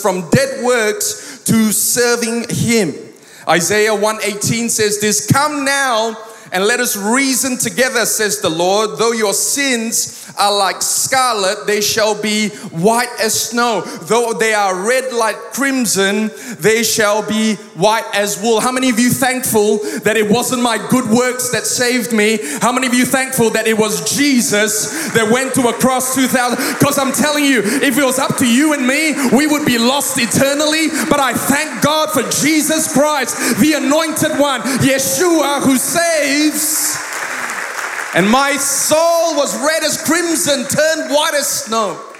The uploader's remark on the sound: Recorded live at Planetshakers Church (Melbourne)